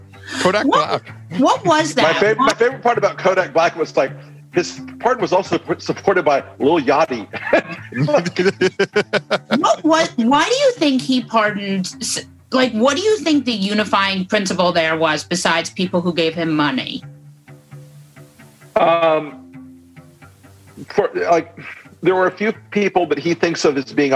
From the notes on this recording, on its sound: Which happened LIVE on Zoom.